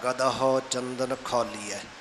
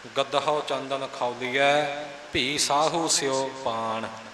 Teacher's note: ਇਹ ਗਦਹੋ ਪਾਠ ਪੋਲਾ ਕਰਨਾ, ਗਦਹੋ ਨਹੀਂ ਕਰਨਾ, ਖਿਆਲ ਰੱਖਣਾ ਗਦਹੋ ਚੰਦਨ ਖੌਲੀਐ। ਗੱਗੇ 'ਤੇ ਥੋੜ੍ਹਾ ਜਿਹਾ ਭਾਰ ਦੇ ਕੇ ਅਤੇ ਦੱਦੇ ਦਾ ਜਿਹੜਾ ਅਸਲੀ ਰੂਪ ਹੈ ਉਹਨੂੰ ਕਾਇਮ ਰੱਖਣਾ, ਇਹਨੂੰ ਧੱਦਾ ਨਹੀਂ ਬਣ ਦੇਣਾ।